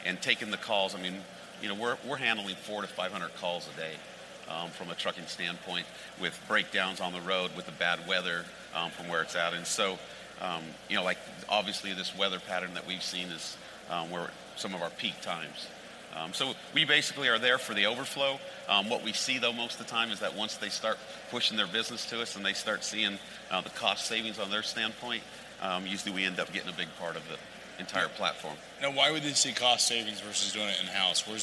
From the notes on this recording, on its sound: on the set of FreightWaves LIVE in Chicago